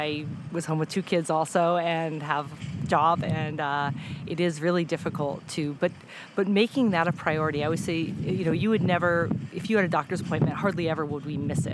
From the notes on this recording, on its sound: Much apologies to the wind noise during the interview...oh mother nature